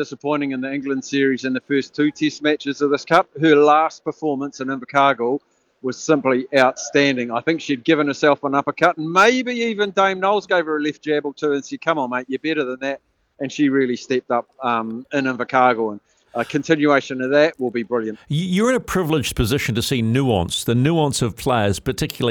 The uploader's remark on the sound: LIVE from Spark arena